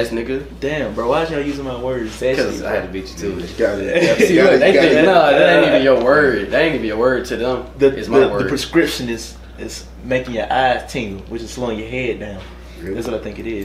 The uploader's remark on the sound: sorry for the audio the mics werent working